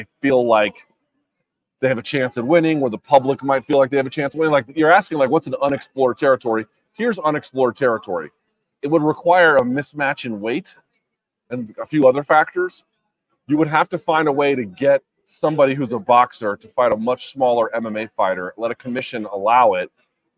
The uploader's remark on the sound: Live from Las Vegas. Live from Canelo-Charlo radio row.